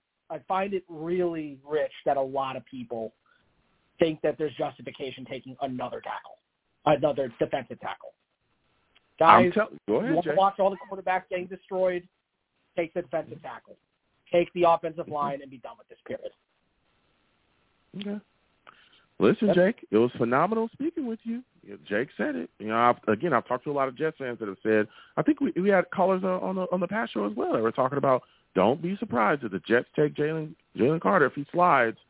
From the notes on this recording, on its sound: I also take live callers!